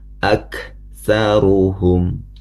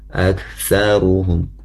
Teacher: Contoh di kata huruf kaf ya, kaf, huruf kaf ketika sukun ya, bunyinya wa ak saruhum, ak saruhum ya. Jadi ada, bisa dirasakan ada hembusan napas ya · Shown in: first take · Term: hames